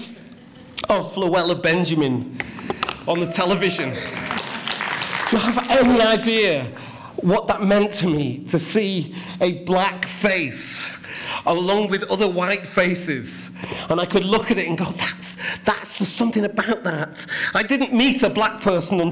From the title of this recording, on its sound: CMC 2016 - Opening Keynote